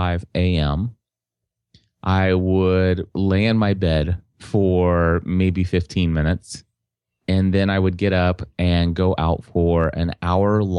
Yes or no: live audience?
no